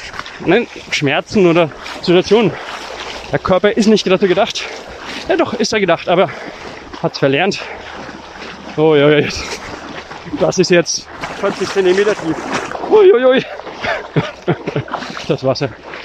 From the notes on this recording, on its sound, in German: Seid "quasi" live dabei, beim Barfuß laufen am Strand.